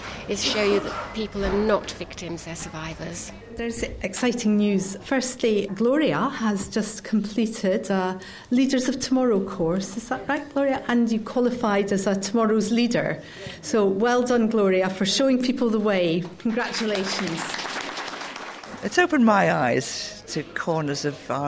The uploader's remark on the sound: recorded at the Social History of Learning Disability Conference in July 2009